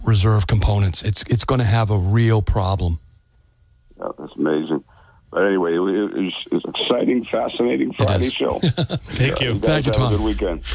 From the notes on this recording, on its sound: Taking calls on local topics.